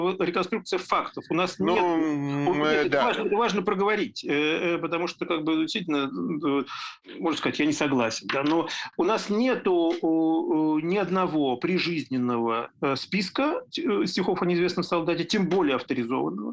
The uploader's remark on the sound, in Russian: в зуме, приносим извинения за качество звука!